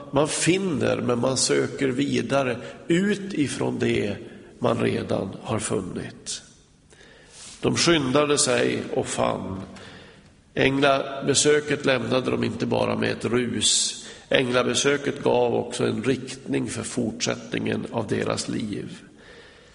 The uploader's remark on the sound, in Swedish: Inspelad i Smyrnakyrkan, Göteborg.